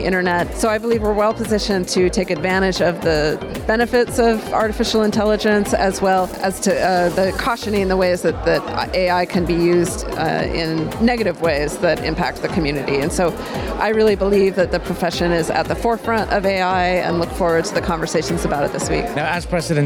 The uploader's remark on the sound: Live from SIBDF 2023